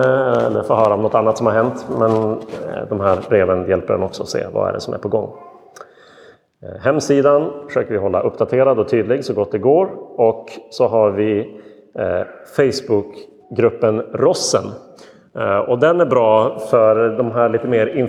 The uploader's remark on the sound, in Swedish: Inspelad i Roseniuskyrkan den 31 augusti 2022.